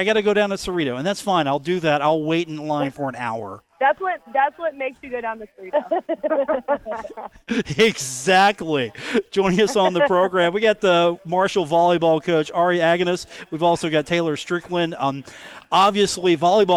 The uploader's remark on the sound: Broadcast live from The Union Pub and Grill.